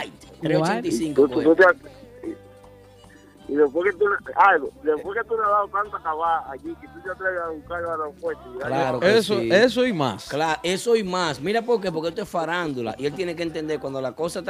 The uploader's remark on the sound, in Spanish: Llamada del Publico